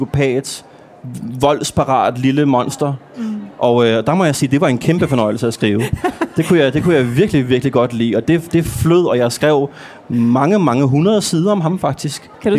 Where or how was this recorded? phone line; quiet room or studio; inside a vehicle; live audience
live audience